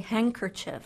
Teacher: So we've lost that D sound.